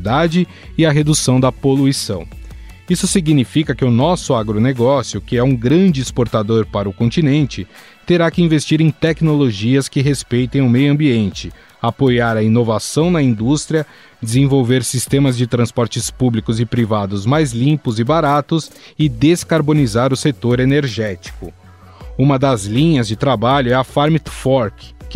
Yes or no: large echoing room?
no